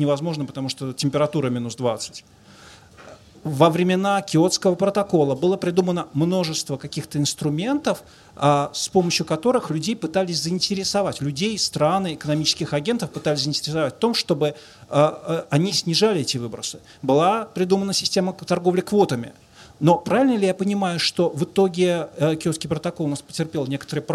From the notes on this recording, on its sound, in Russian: это была открытая запись в рамках проекта Science bar hopping.